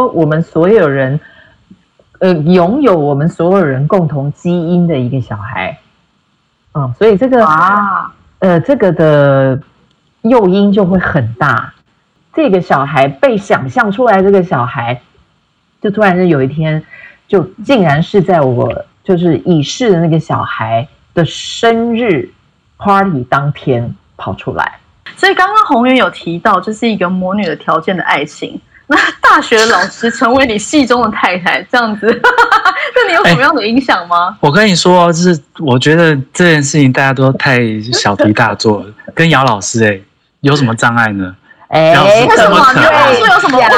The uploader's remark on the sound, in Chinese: 本集因疫情採線上收音，帶點朦朧美但一樣好聽！